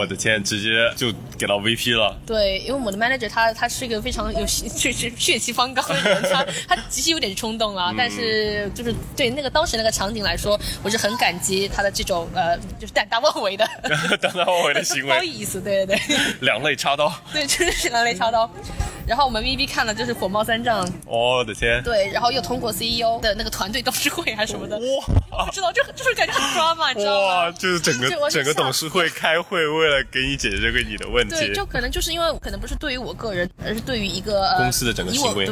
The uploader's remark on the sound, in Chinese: 户外录音，稍有杂音，多谢谅解